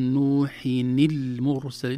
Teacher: لو لم نحركها للكسر، إذا التقى ساكنان نحرك الأول غالبا، أو نحذفه لو كان حرف مد مثلا في السماوات في الأرض، لكن هنا يعني كسرنا نون التنوين بدلا من سكونها لالتقاء الساكنين